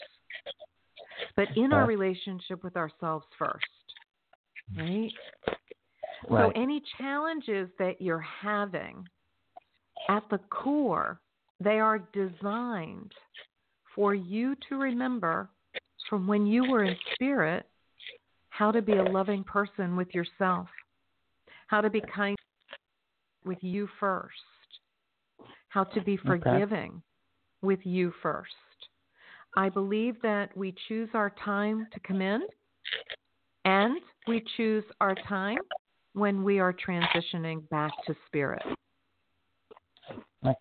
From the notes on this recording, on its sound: in response to callers' questions